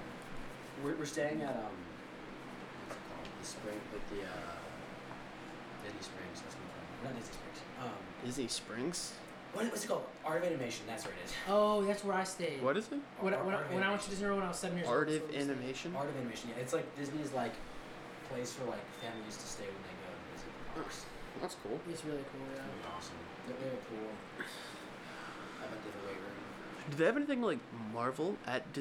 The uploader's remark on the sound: Sorry the audio is bad our mic is so good it picked up the fan the whole dang time